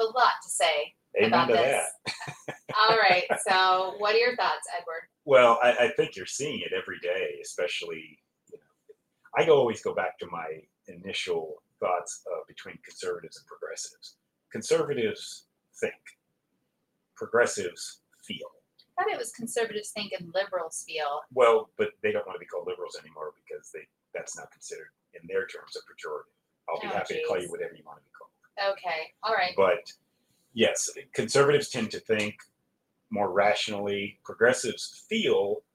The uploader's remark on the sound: We apologize for any audio quality issues.